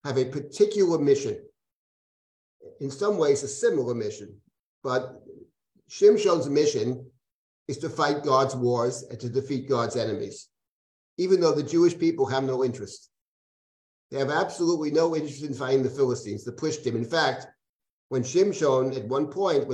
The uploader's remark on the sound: This audio was originally captured from Zoom on 03/02/2023 as part of Drisha's Spring Zman.